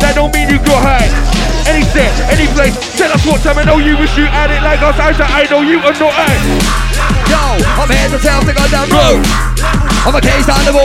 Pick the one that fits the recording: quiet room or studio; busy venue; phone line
busy venue